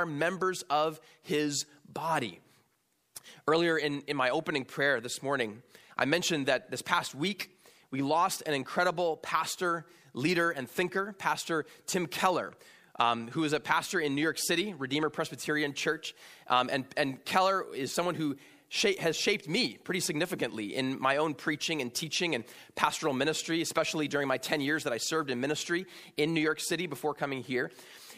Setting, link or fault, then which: setting, large echoing room